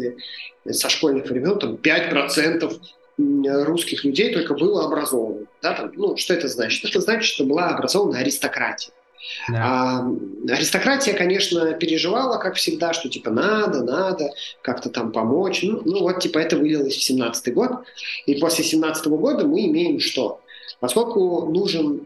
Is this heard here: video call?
yes